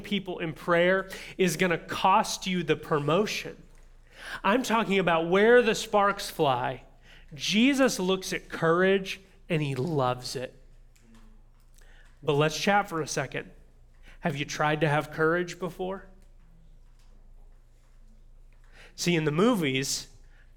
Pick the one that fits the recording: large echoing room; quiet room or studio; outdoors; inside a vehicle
large echoing room